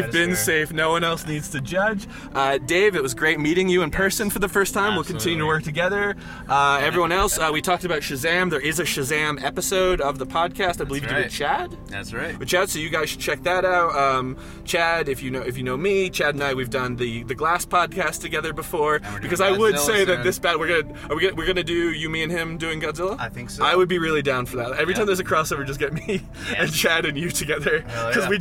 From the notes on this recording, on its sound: Just decided to turn on the recorder on the ride back to their hotel. On his first trip to Las Vegas.